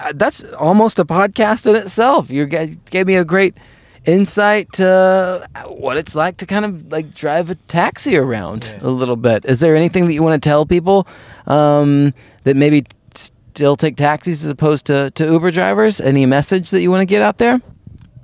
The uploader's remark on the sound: record a podcast in his car, I do a short interview on the street